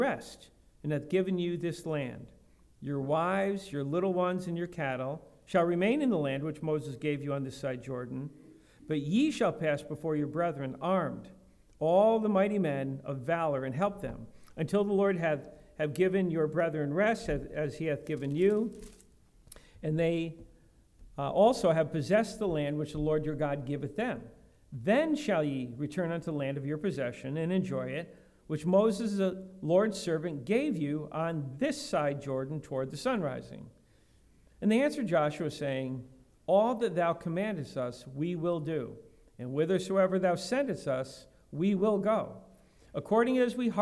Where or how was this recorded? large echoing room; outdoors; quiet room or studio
large echoing room